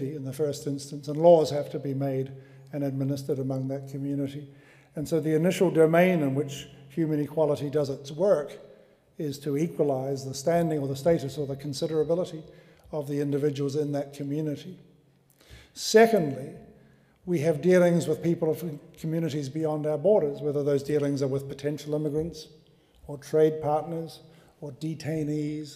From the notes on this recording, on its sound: Recorded on 2 February 2015 at the University of Edinburgh's Playfair Library.